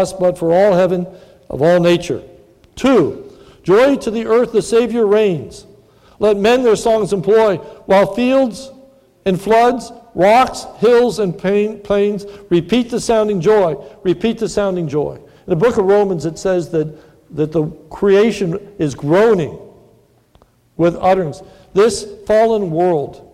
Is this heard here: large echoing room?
yes